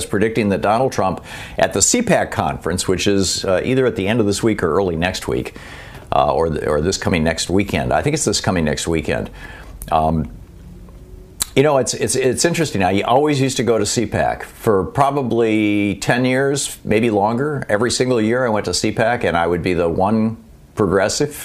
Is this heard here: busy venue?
no